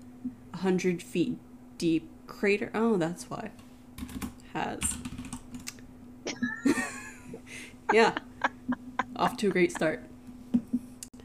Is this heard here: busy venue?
no